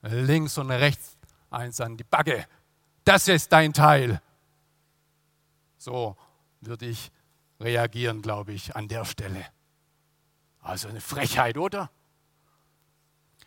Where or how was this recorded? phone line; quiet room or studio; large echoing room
large echoing room